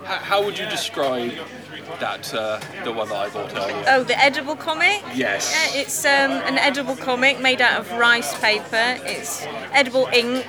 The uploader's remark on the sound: I went along to the Crouch End Cartoon Arts Festival 2015 and spoke to the people there